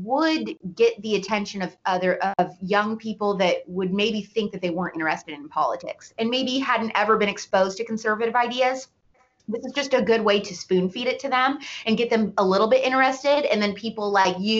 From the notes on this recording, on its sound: For an interview over SKYPE!